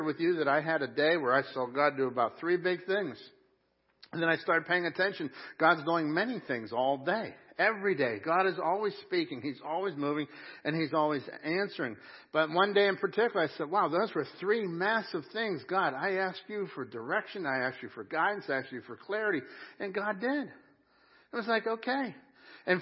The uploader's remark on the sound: Crossroad Ministries Live Service